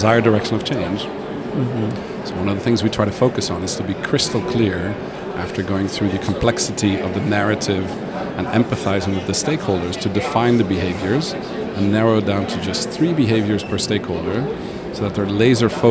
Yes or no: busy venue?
yes